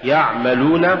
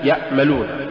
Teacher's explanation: مثال: يعملون، تقرأ لحنا يأملون. فلولا توسط العين ومخرجها لصارت همزة · Shown in: first take